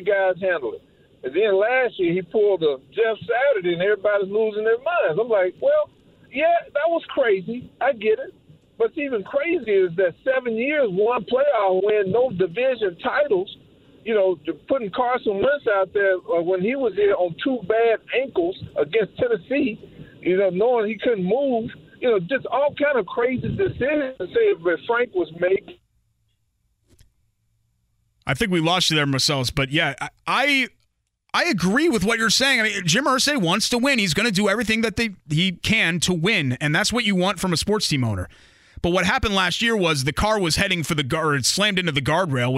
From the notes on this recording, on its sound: turns back to the phone lines and takes some more calls